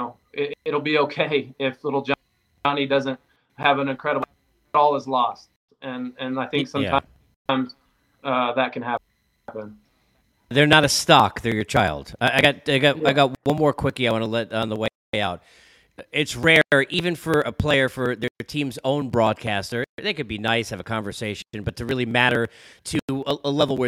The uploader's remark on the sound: APOLOGIES for the wifi issues.